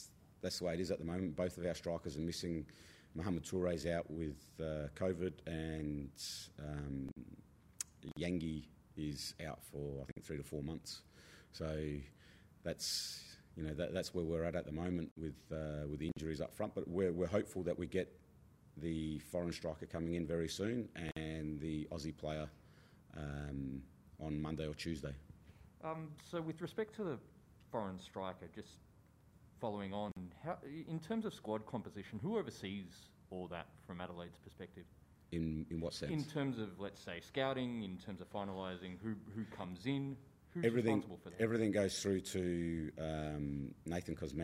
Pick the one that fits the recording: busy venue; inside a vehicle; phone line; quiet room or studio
busy venue